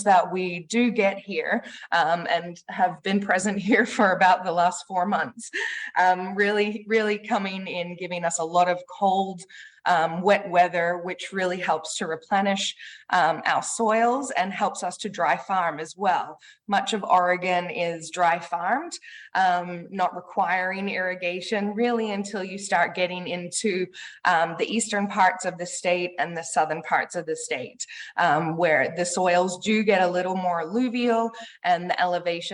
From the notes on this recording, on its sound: Today, I am sharing the audio of an online webinar I attended in April for Oregon Wine Month.